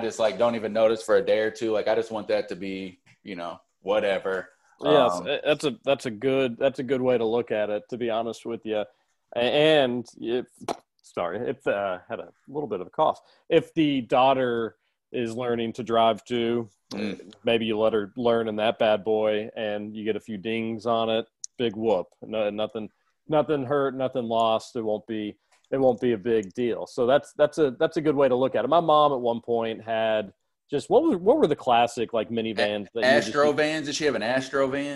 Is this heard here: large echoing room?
no